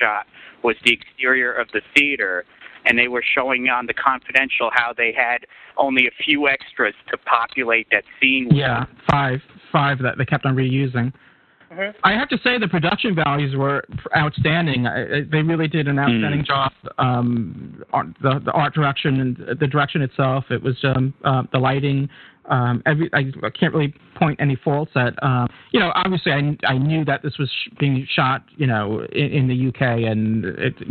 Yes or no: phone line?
yes